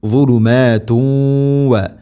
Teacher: തൻവീനിനെ വ എന്ന അക്ഷരത്തിലേക്ക് കൂട്ടിലയിപ്പിച്ച് മണിച്ചുകൊണ്ട് ഉച്ചരിക്കണം. · Term: ഇദ്ഗാം ബിഗുന്ന